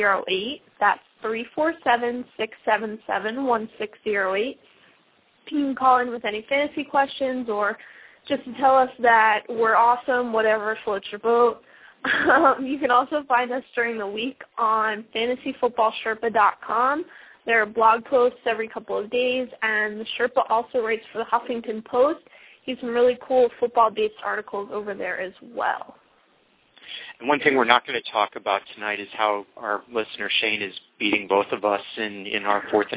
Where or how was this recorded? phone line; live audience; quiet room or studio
phone line